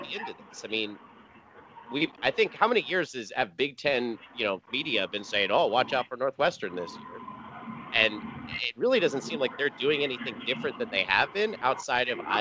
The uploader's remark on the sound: WE APOLOGIZE FOR THE POOR AUDIO QUALITY DUE TO ONE SPEAKER DRIVING